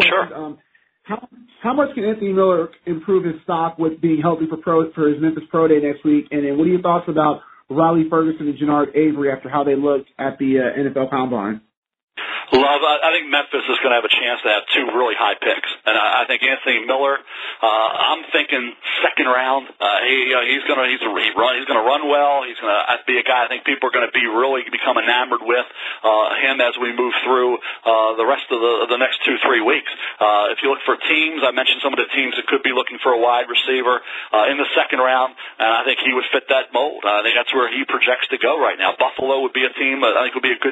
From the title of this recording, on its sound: NFL Draft Conference Call